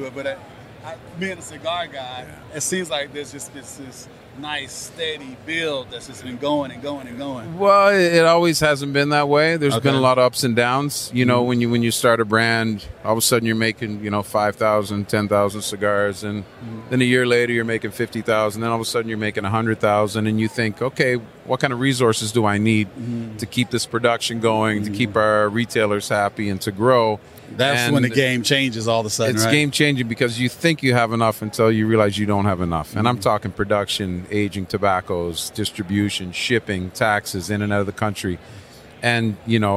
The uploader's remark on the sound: at Tobacco Plus Expo 2021 in Las Vegas